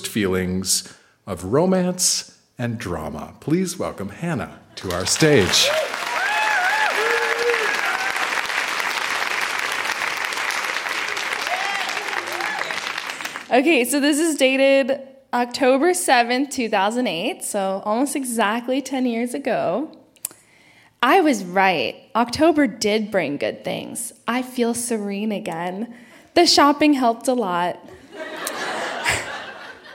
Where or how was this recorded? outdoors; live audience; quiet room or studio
live audience